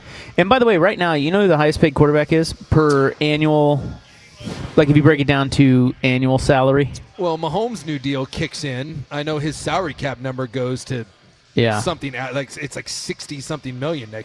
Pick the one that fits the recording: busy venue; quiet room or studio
busy venue